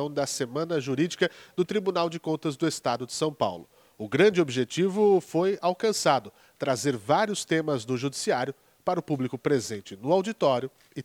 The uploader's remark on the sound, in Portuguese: A palestra de encerramento da XX Semana Jurídica do TCESP foi acompanhada por um público formado por autoridades, representantes de órgãos de controle externo e da Administração Pública, servidores, estudantes e convidados.